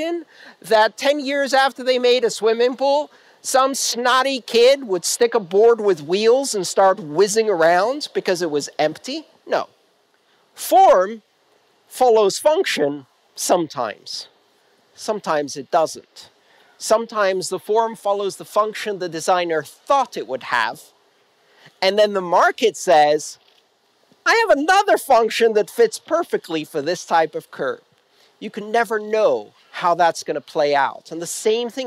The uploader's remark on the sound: This talk took place on May 31st 2019, at the DigitalK conference in Sofia, Bulgaria.